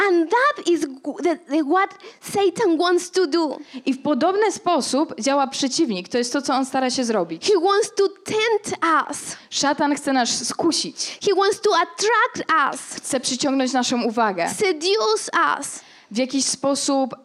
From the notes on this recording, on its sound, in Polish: Kazanie zostało nagrane podczas Makrogrupy NOF Church 10.